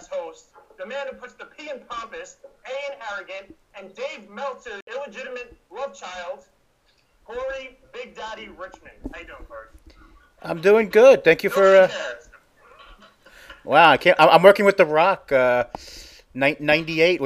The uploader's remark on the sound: Pardon the audio issues.